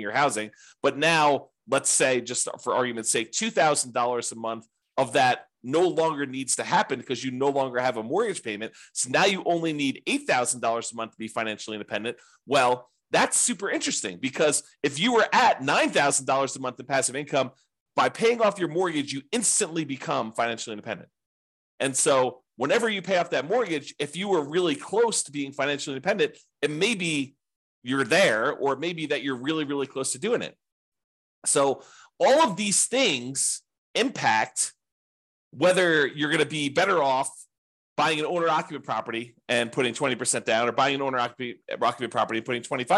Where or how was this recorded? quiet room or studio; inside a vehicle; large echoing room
quiet room or studio